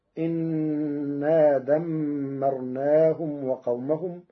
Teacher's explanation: قرأ ورش كلمة أنا بكسر الهمزة